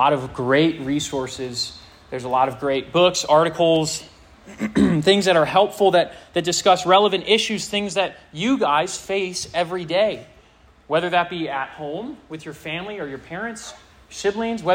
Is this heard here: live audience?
yes